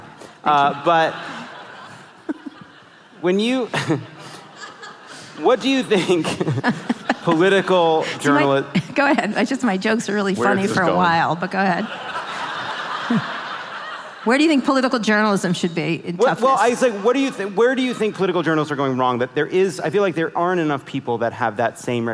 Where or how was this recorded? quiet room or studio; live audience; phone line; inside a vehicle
live audience